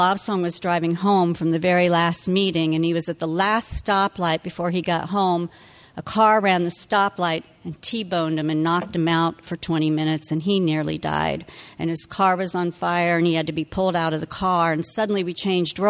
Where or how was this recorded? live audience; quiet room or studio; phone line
live audience